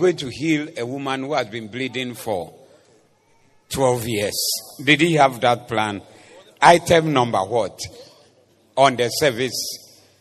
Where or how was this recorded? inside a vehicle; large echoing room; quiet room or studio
large echoing room